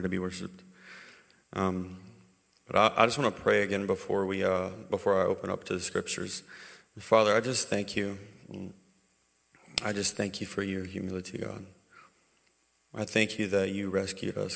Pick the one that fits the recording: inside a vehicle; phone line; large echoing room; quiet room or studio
large echoing room